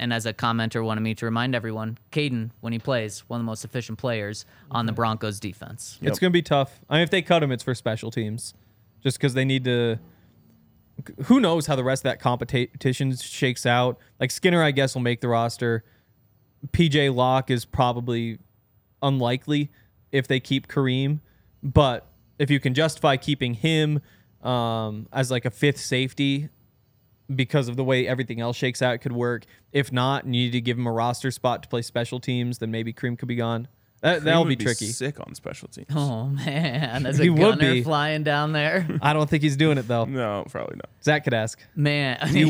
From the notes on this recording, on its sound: coming to you LIVE from the DNVR Bar